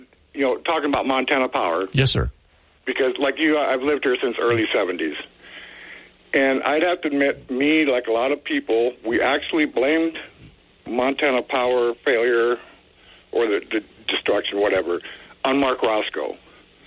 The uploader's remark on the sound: we had open phones the rest of the show